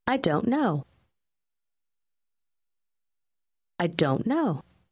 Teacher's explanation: Заключительный звук в слове don't почти исчезает, и слова практически сливаются в одно.